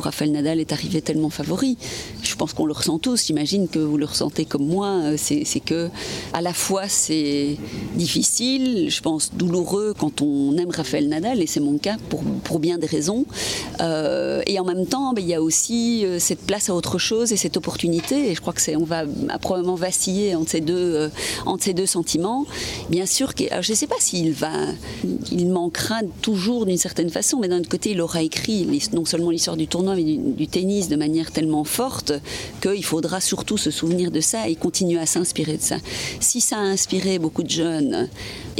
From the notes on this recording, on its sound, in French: Je l’ai rencontrée dans le cadre d’une conférence de presse organisée à l’occasion des 50 ans d’engagement de BNP Paribas dans le tennis.